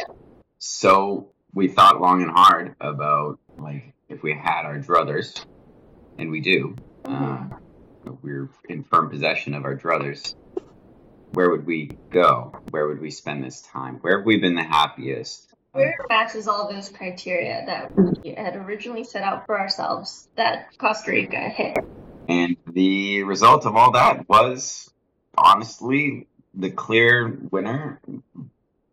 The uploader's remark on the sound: Sorry in advance for the audio quality, it took a lot of tweaking to get it to where it is.